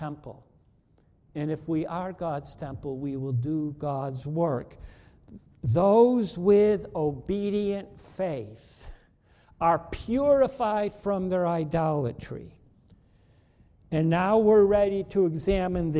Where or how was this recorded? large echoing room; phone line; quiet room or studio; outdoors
large echoing room